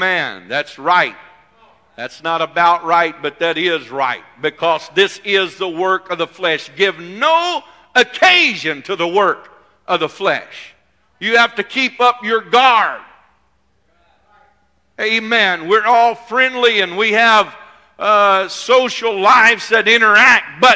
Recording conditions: large echoing room